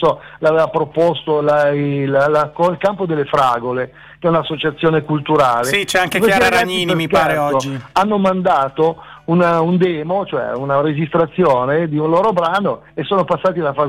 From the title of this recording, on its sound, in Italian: INTERVISTA TELEFONICA